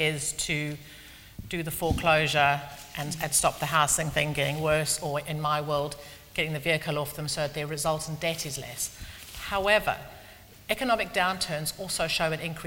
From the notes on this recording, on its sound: From our latest event, 'Shaping the Future of Collections'